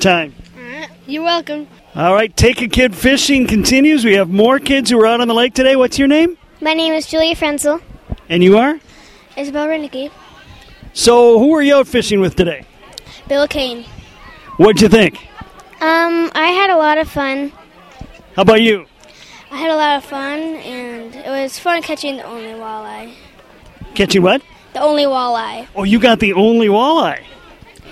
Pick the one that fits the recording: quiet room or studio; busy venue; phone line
busy venue